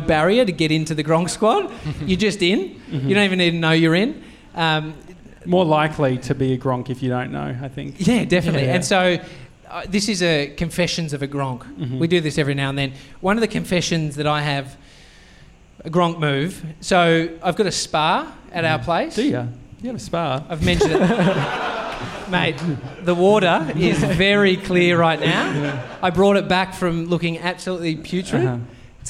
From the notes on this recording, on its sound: We're celebrating the episode 500 milestone with you gronks at a live show.